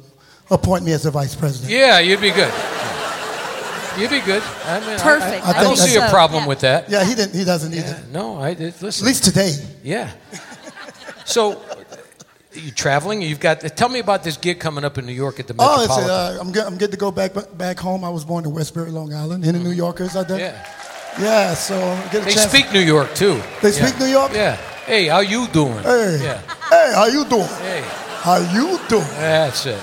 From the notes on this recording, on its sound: Live at the Southpoint Casino